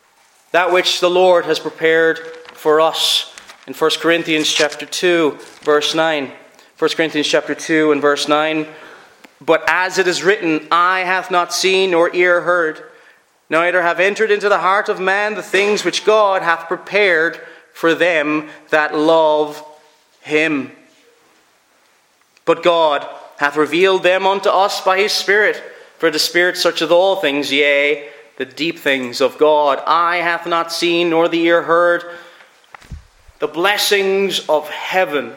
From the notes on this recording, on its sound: Preached at Ayr FCC's Communion.